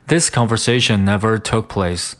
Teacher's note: 把这个 took 这个 k 省略掉，读成 tookplace